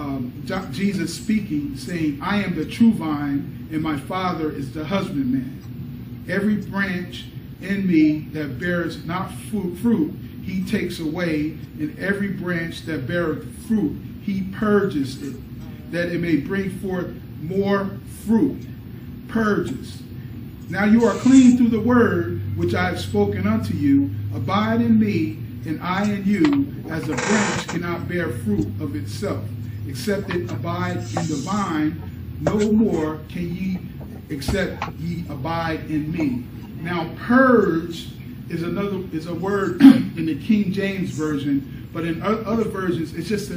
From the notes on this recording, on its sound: Recorded at Berea Church of God in Christ: Rogersville, AL.